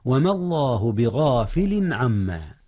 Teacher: أظهر النون هنا قبل حرف الحلق العين يا أستاذنا · Term: إظهار